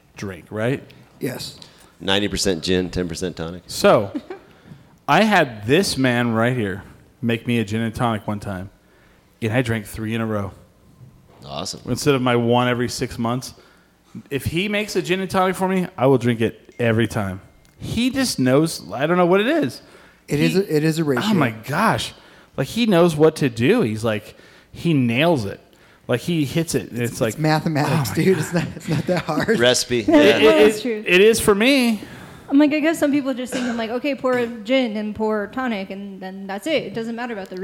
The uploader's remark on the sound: We are live from the Alibi lobby.